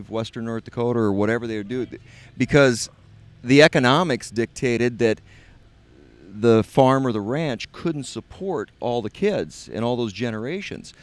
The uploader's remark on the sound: Living The Crude Life Live Recording Session at the Bakken BBQ.